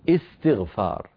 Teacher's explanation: نبدأ بها بهمزة وصل مكسورة لأنها همزة وصل وقعت في اسم